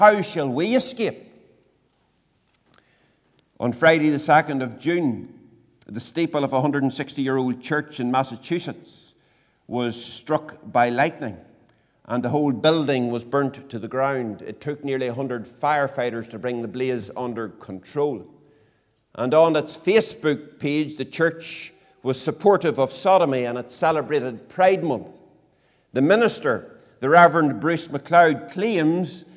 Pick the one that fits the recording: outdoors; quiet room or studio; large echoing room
large echoing room